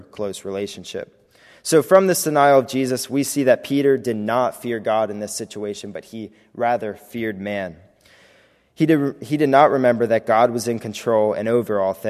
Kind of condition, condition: setting, large echoing room